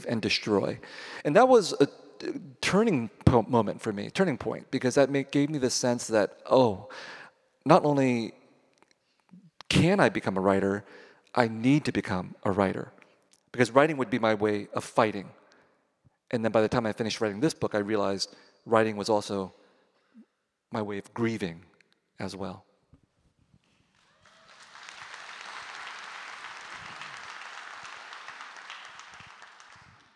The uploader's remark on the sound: from the 2023 Portland Book Festival